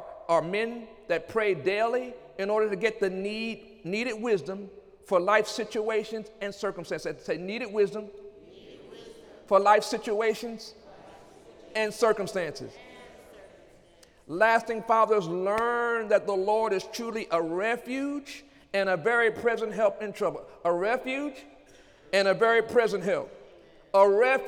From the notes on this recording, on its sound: During Sunday morning service